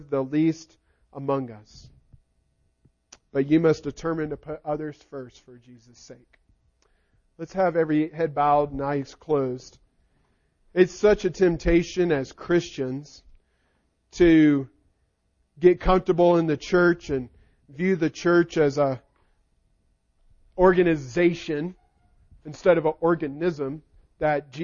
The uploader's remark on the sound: Recording of the sermon